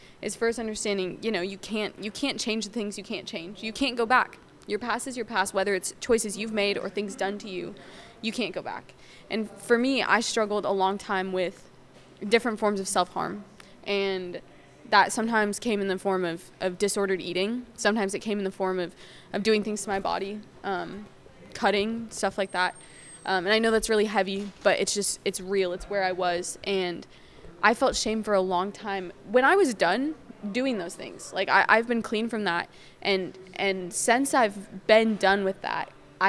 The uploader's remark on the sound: we recorded in a coffee shop, so you guys will hear some background noise for suuure.